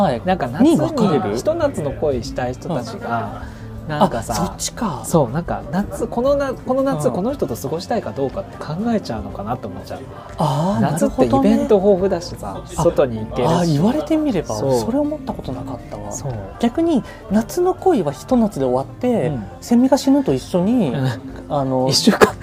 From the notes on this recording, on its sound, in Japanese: 初の勝手に公開収録、居酒屋店内でのゆるゆるフリートーク回です